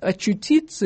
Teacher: Очутиться занимает длительность меньшую гораздо и не так воздушно